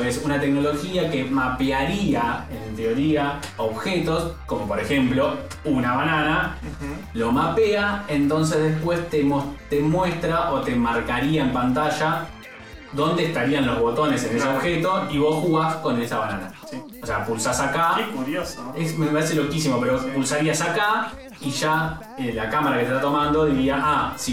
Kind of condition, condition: fault, poor microphone